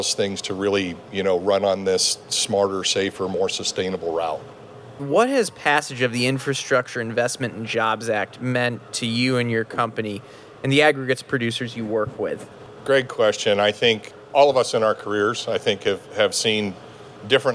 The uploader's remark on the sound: Live from Washington DC, A Celebration of Construction on the National Mall. All of these interviews were recorded live, from a stage on the Capitol Mall, where we interviewed construction industry leaders across 14 different panel discussions and fireside chat-style conversations. This episode is a highlight reel with some of the top insights and takeaways from those discussions.